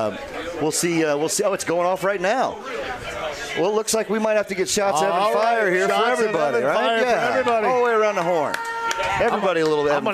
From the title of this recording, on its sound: Live From The Rook